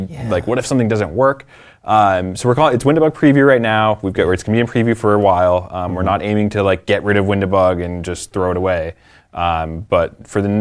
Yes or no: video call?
no